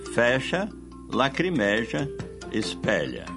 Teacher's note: parece haver uma tendência a pronunciar, no linguajar coloquial, com timbre aberto.